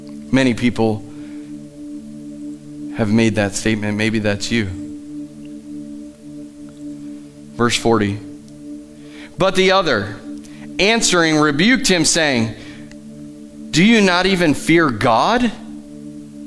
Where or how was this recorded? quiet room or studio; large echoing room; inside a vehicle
large echoing room